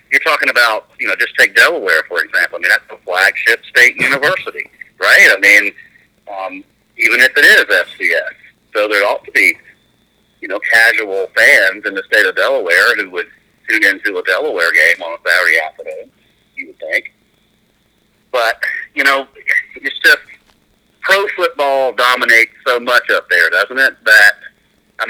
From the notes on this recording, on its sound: hopped on the phone